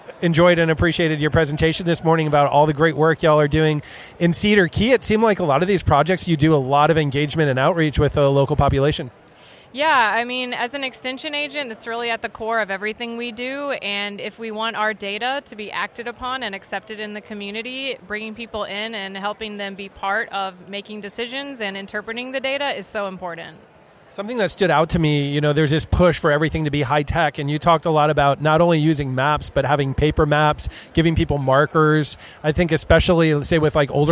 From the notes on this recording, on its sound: Gulf of Mexico Conference in Tampa, Florida. They were recorded at the Gulf of Mexico Conference, which brought together more than 1100 professionals to share the latest research and best practices, in Tampa, Florida.